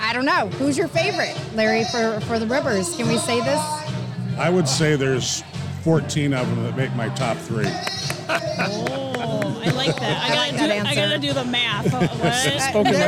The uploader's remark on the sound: On this episode we podcast live from Elkhorn Ribfest!